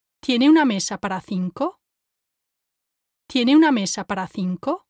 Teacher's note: Finally, I want to touch on the overall intonation of this sentence. What we're saying here is a question, so the pitch should go up and reach the top with the last word.